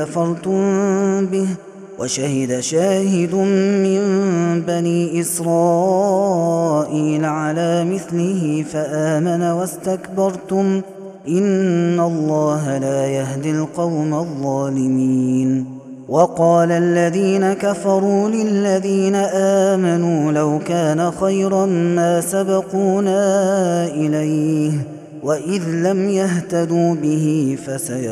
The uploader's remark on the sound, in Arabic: Ramadan 2021. هذا التسجيل من صلاة التراويح.